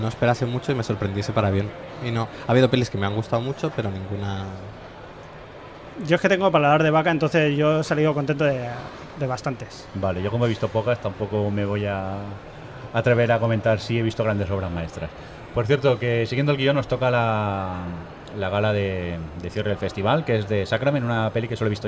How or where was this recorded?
busy venue